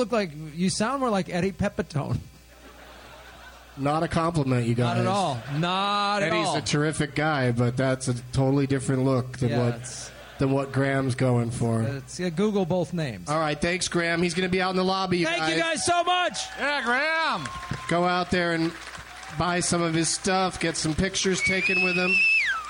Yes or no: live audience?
yes